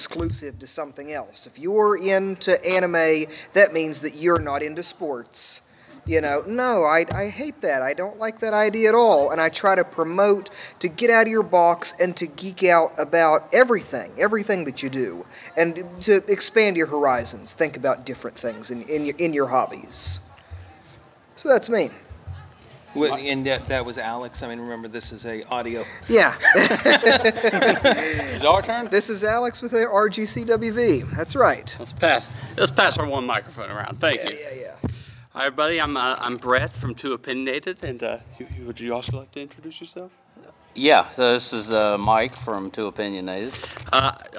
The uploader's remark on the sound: One of the Podcast had their equipment with them and set it up to record our panel.